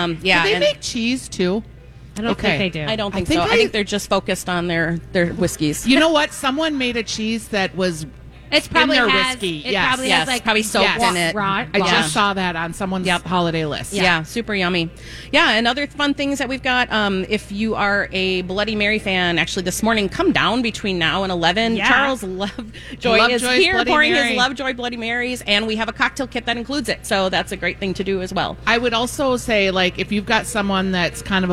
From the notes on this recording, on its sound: live from Surdyk’s!